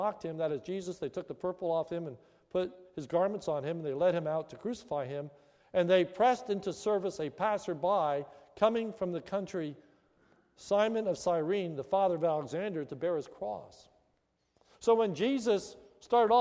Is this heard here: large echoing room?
yes